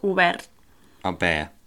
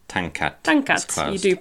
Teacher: we don't really pronounce that T at the end · Shown in: first take